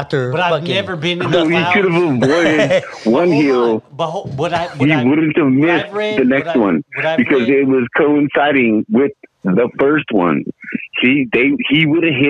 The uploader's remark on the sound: phone call 2 Phoenix Arizona